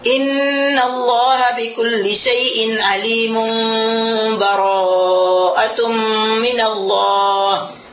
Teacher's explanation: Jadi kalau kita sambung wasl jami' dengan cara yang pertama, kita boleh wasl jami' itu membacanya dengan di ikhfa, dia didengungkan